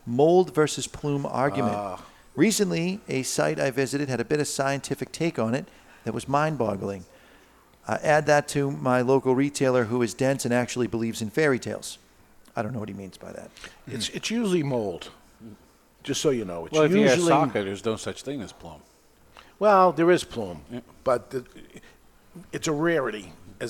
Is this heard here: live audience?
yes